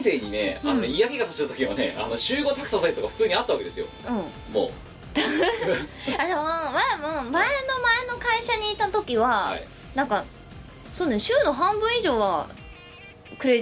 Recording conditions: background noise